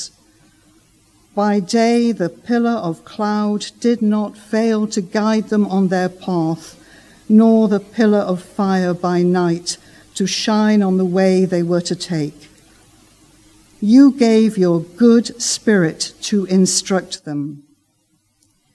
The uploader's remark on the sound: Recorded Live stream Sermon from Binscombe Church (BWS).